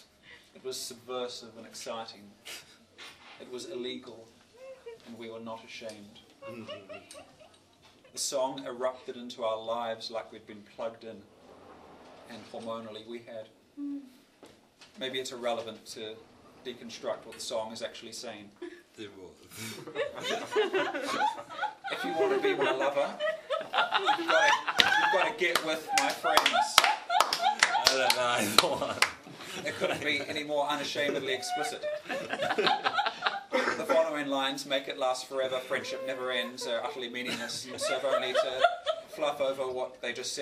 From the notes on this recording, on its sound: Live spoken word performance. Recorded 2017-07-26 at the Absinthesalon, Melbourne, Australia.